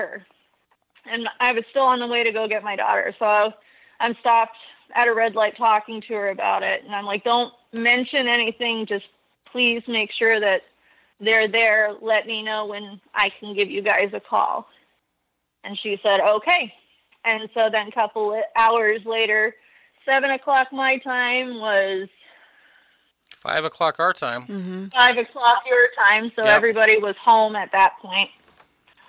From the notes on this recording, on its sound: On the phone from Minnesota.